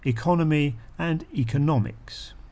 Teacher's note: Economy has the stress on the second syllable, while in economics it's on the third. · Term: shifting stress